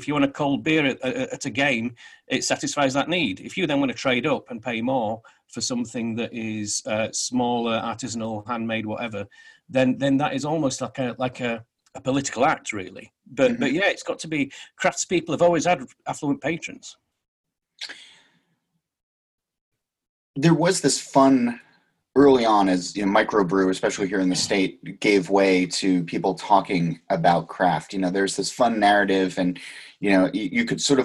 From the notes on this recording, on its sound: Joined the show via Zoom. From London.